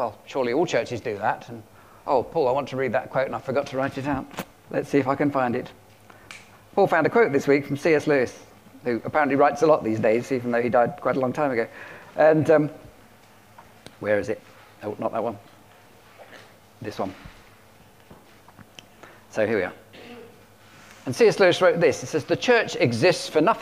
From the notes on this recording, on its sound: at King's Church, Cockermouth, as an audio file